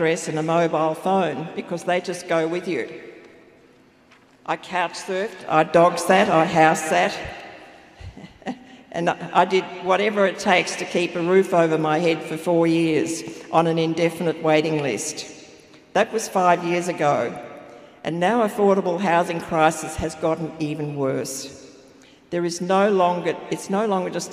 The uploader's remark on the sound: Older People's Housing at the Victorian Homelessness Conference. Speakers at the Victorian Homelessness Conference, held at Melbourne Town Hall late last year.